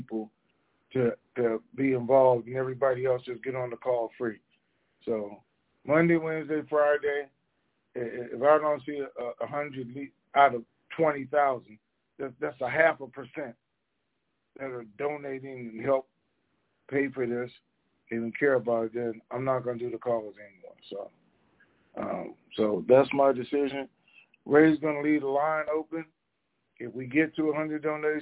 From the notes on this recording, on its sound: TNTSuperfantastic Conference Call